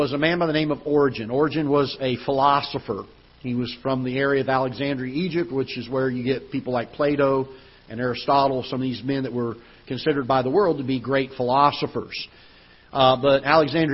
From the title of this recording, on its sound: Ketha Heights Baptist Church ~ Live Broadcast